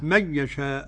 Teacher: يشاء مد متصل. نعم. ويجب المد، لا يقصر أبدا